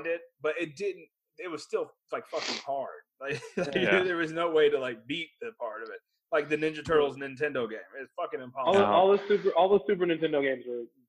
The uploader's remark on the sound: The audio isn't our best but we had a lot of fun. I cut quite a bit for the audio version.